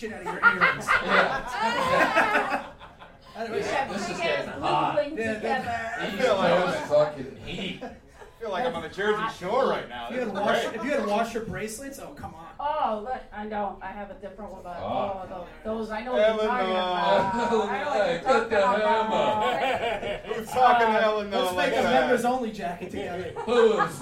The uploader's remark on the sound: We're live in The Belly Room for Netflix Is A Joke: The Festival and we have a jam-packed show.